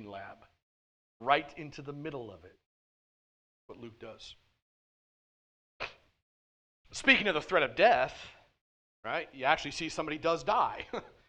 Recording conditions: large echoing room